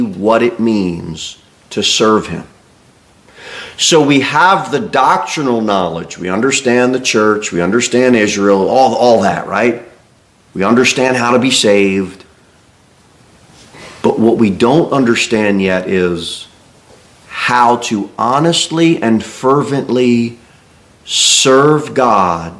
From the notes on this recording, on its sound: Sermon delivered at Pilgrim Baptist Church on Sunday, January 21, 2024